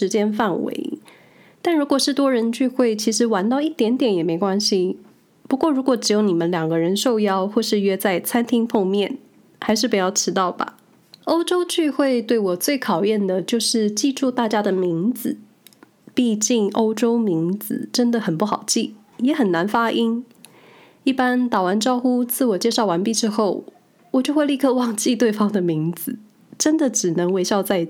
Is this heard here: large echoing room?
no